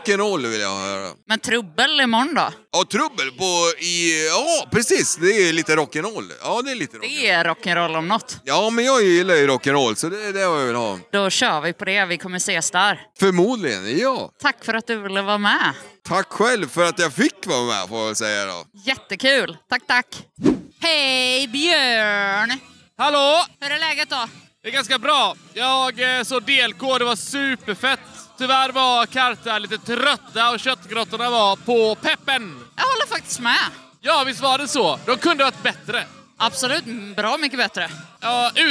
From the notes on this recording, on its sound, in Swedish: Close-Up Båten. Tar ett snack med besökare, artister och volontärer på Fragile Mountain Punk Festival i Göteborg.